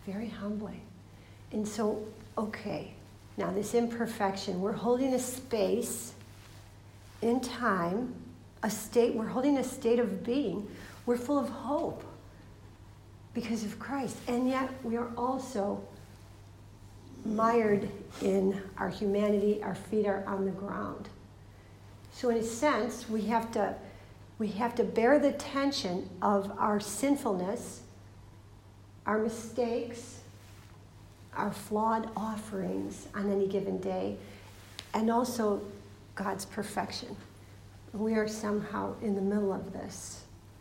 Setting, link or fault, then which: setting, live audience